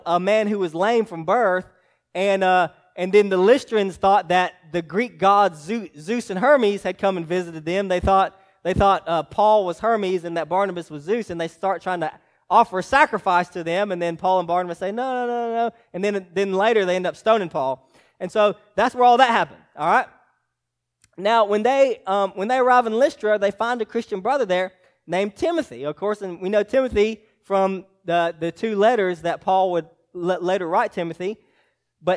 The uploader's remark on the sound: preached to Hillside Baptist Church in Eastman, GA on 2/25/24